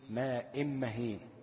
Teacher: أقلب التنوين لميم، بقت ماء إم، وبعدين أدخل الميم دي في الميم دي · Term: إدغام مثلين صغيرا